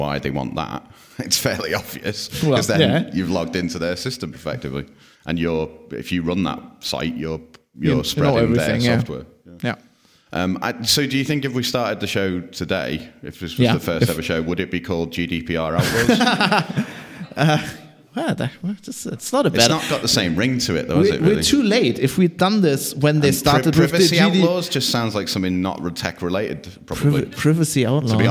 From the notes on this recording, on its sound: Live show recorded at OggCamp 19 in Manchester on Sunday, 20 October 2019.